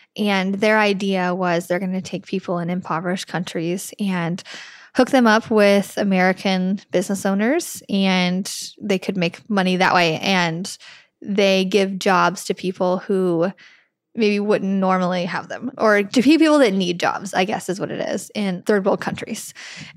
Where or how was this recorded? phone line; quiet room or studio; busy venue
quiet room or studio